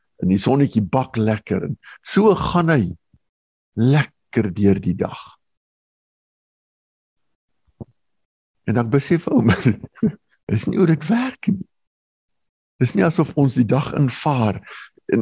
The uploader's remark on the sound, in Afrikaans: Manne van die Woord Digitaal Zoom Byeenkoms 20 Januarie 2022